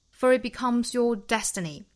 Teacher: it becomes your destiny, for 和 it 连读加 r,那 for 这个词呢，我们说英音里面它的尾部应该是一个元音单元音 o 的发音 for, for, 那 for 这个元音和后面音素相结合呢，应该是加一个小辅音 r 来连贯他们两个的发音